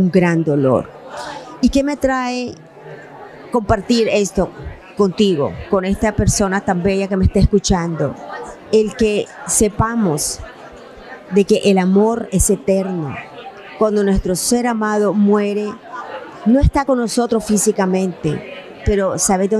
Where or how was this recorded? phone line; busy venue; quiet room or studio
busy venue